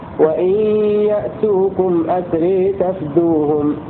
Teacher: قرأ حمزة أسرى على وزن قتلى أو على وزن فعلى موضع أسارة مع الإمالة